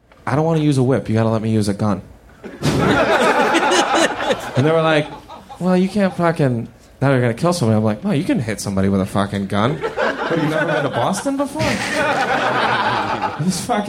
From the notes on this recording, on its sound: LIVE AT SF SKETCHFEST. Live at the Punchline Comedy Club for San Francisco Sketchfest.